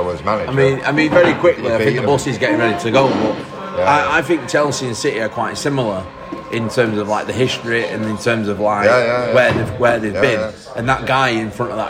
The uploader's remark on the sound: Chelsea Away (Stamford Bridge). Finish the podcast off on the walk home from the mini bus. Hopefully, the sound is ok as this had to be recorded on our phones.